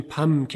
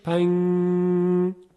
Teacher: ببینید پنگ پنگ، حالا همین رو یکم بکشید، پنگ، در حقیقت این اخفاه، یعنی نه زبان رو میزنیم به مخرج نون که اظهار کنیم و نه ادغام میکنیم، حالت میانه داره و غنش یه مقداری طول میکشه · Shown in: second take · صدای نون به شکل غنه طول میکشه.